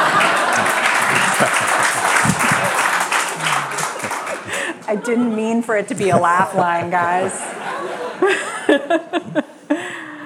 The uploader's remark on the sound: This conversation was recorded live at the Texas Tribune Festival in Austin, TX.